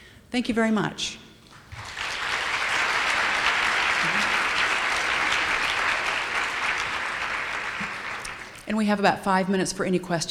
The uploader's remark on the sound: Audio podcast from the 6th Annual Fall Conference in Tampa, Florida.